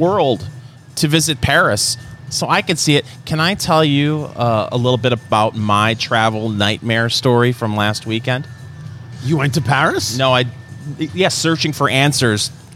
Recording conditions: busy venue